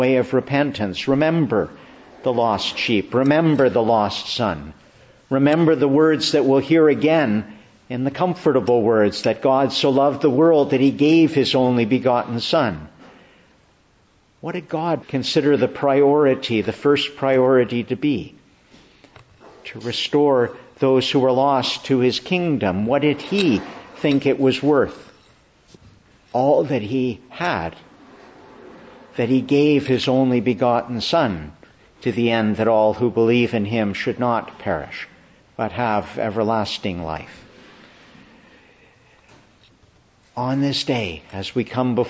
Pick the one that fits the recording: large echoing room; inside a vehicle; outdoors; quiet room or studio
large echoing room